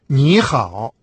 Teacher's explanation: Это происходит с третьим тоном, если после него следует слово, также имеющее третий тон. В этом случае третий тон в предшествующем слове меняется на второй.